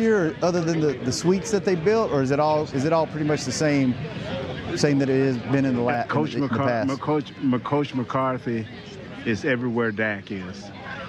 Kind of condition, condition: setting, busy venue